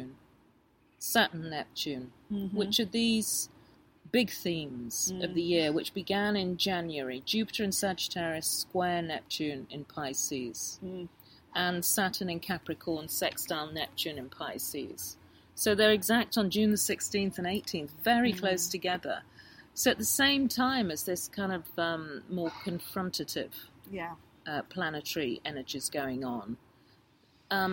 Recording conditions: sounds in the background